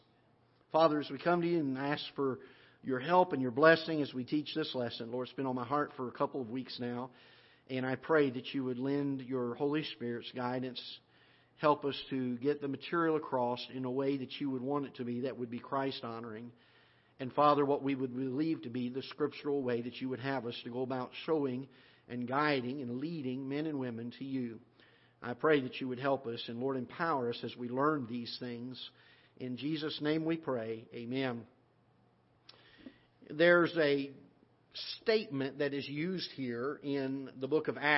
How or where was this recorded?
large echoing room